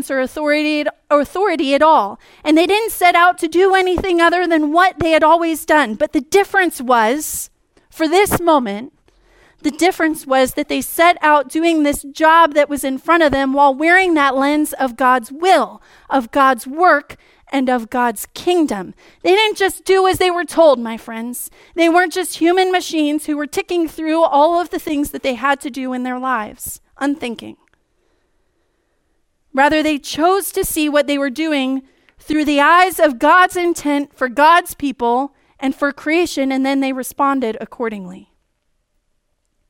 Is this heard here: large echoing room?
yes